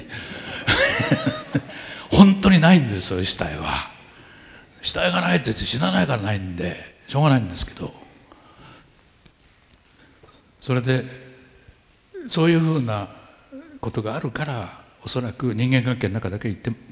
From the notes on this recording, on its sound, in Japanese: １回限りの公開授業。TOKYO FM ホール。